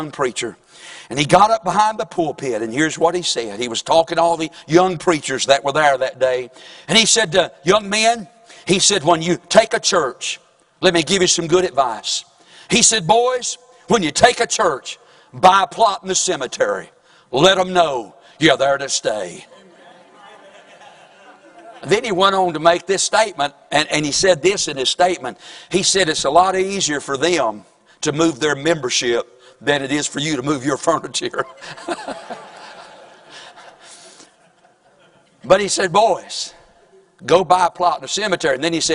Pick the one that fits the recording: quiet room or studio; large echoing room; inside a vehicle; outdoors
large echoing room